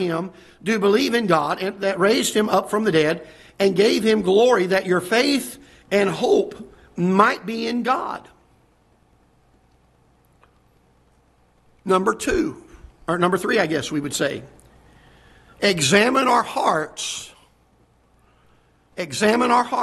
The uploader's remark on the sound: Ketha Heights Baptist Church ~ Live Broadcast.